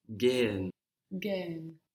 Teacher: That H just stretches the vowel out.